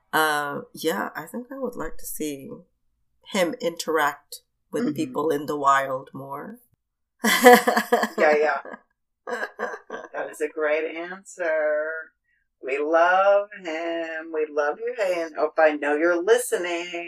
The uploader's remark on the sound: Events were really conspiring against our recording this holiday oppa-ganza. Please forgive the very dodgy audio!